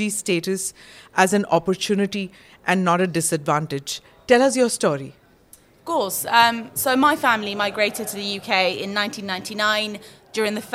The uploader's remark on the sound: held at the Raisina Dialogue in New Delhi, March 2023